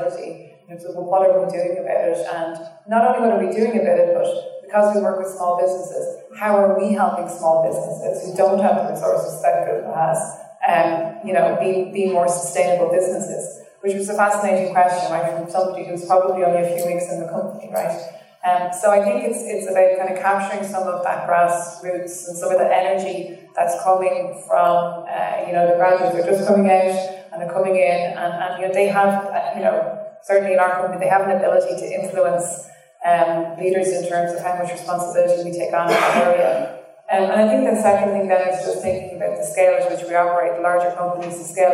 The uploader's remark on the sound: Apologies for audio quality.